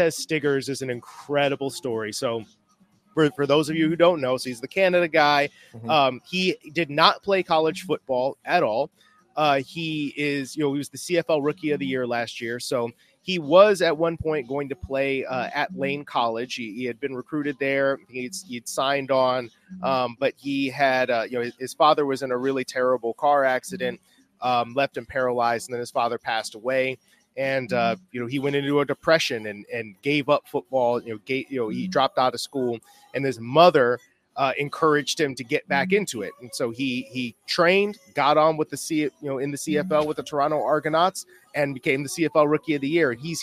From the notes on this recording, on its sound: LIVE from the East-West Shrine Bowl in Frisco, Texas